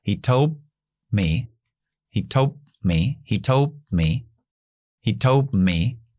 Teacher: Vamos a glotalizar esa D y convertirla en una parada. Pero vamos a parar con los labios cerrados, como en posición de M, listo para lo que viene después.